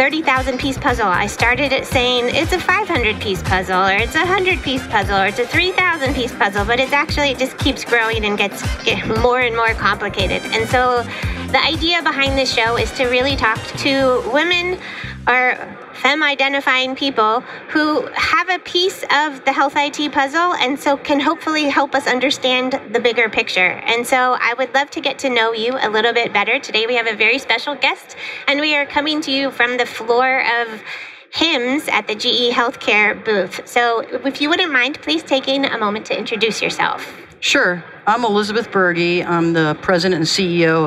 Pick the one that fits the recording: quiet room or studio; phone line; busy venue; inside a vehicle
busy venue